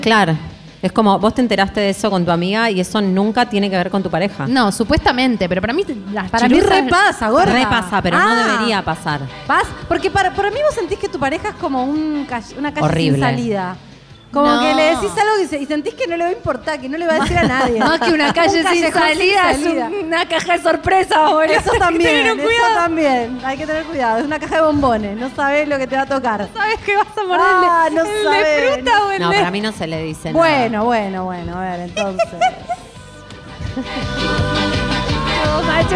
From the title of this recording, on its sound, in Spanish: en vivo en Mar del Plata